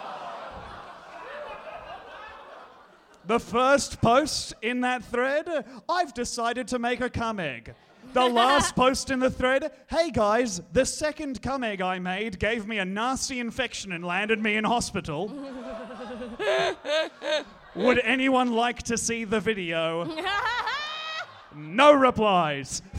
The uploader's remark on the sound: this is our Sydney live show